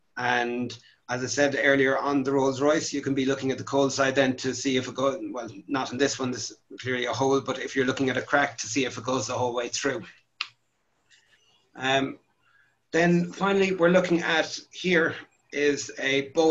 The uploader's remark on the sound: APTN Zoom Call # 7. 7th APTN Aircraft Lessor Zoom Call.